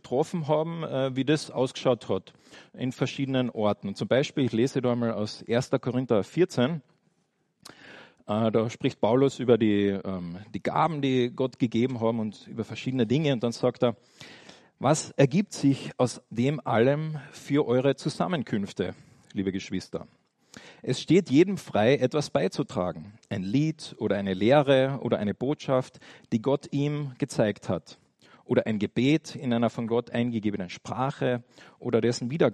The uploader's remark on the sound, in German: eine kleine Predigt, welche bei einem Austauschgottesdienst gehalten wurde